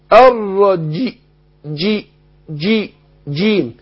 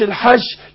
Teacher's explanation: حصل انحباس وسط اللسان جيم على غار الحلك · Shown in: first take